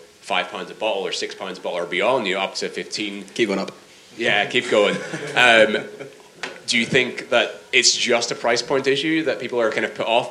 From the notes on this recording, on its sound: Our final panel talk from FyneFest 2019. Thanks again to Fyne Ales for having us.